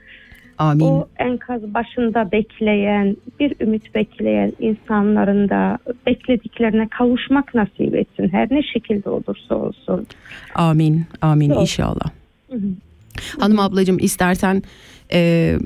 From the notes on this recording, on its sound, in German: Ein Telefongespräch mit einer guten Freundin, die momentan im Such- und Rettungsteam in der Türkei tätig ist.